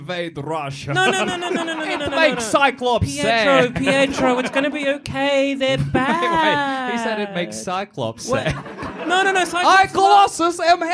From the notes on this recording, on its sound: Recorded in 2020 at The Comedy Republic